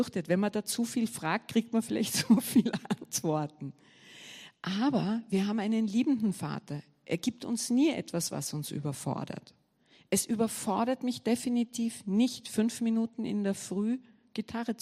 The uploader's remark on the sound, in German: Gottesdienst live aus der LIFE Church Wien